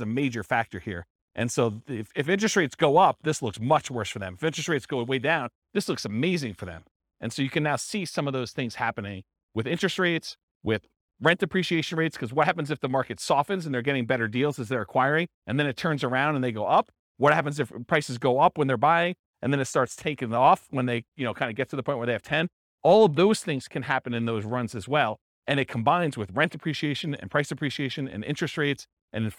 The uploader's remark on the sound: This was a live class recorded